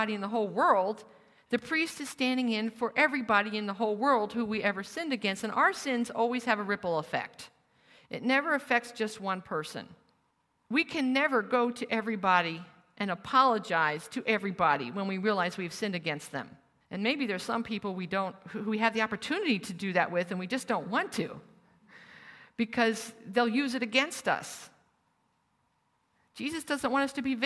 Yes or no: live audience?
yes